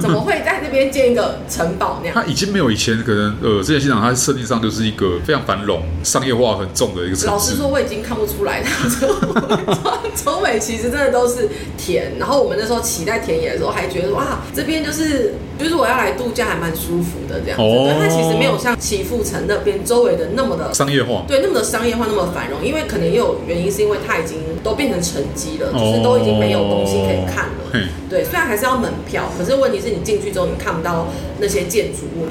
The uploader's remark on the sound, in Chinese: 本集白噪音指數：蚊風級 1/5。錄音地點： 齊客咖啡 The Gathering Cafe。